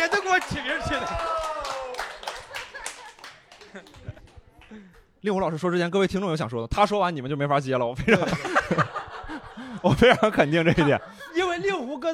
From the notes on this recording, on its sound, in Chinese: 本期一言不合首次尝试线下录制，三位主播和现场四十位观众一起。感谢果麦文化2040书店为本期节目提供的场地支持。